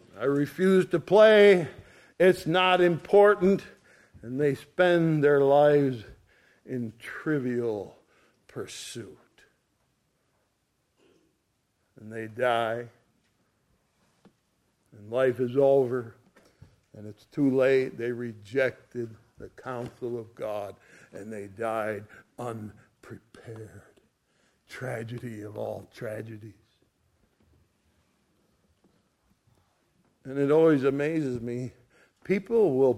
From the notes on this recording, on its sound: Sunday Morning Service recorded on 02/26/2023